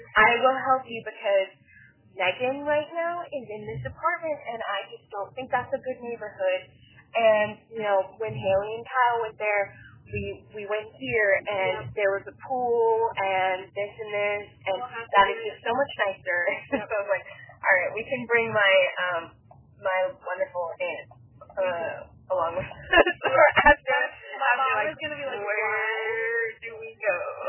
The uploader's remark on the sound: In the car. Car Rides and Conversations.